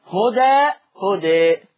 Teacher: طيب المقلل بقى بخلف عنه، اخر حاجه في الفوائد، المقلل بخلف عنه يعني هيبقى فيه فتح وتقليل، ويعني هيرتبط بالبدل، فيبقى عنده هدى وقفا لما يقف عليها، لما يقف عليها هيبقى فيها الفتح والتقليل